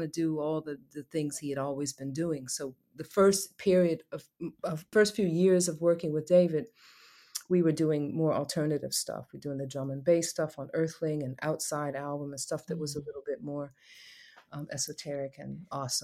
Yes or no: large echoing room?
no